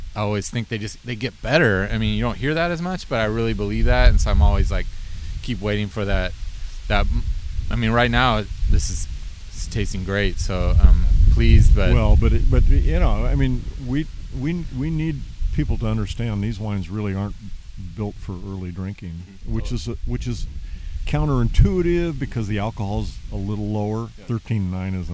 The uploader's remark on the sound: We sat outside on the back deck, apologies for the windy background.